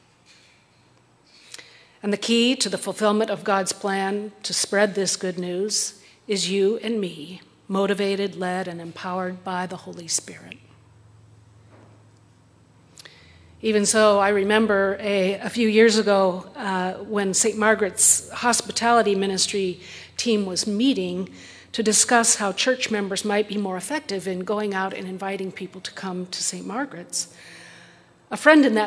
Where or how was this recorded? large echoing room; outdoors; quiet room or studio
large echoing room